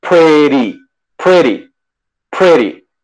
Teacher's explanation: doble T va a funcionar como una R en español